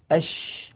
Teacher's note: إذا قالوا التفشي فإنما يعنون انتشار الريح في الفم عند النطق بحرف التفشي